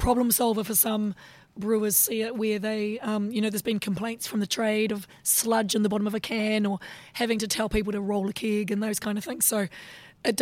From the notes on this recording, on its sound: we were able to take Radio Brews News to BrewCon and capture a little of what was on offer to those who were lucky enough to get to Australian craft brewing’s annual conference and trade show